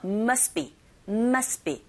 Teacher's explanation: must be, st, b. 연속적으로 세 개의 자음이 이어졌어요. 이런 경우에 두 번째 자음의 소리가 탈락되는 경우가 있죠.